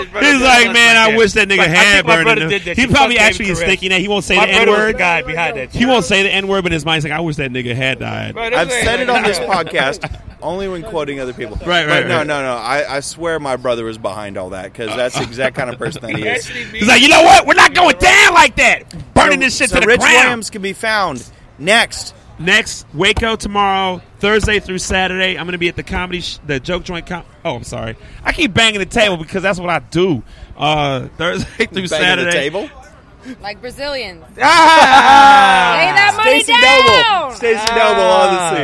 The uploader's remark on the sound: On location at WareHouse Live, Houston Texas on November 4th, 2014.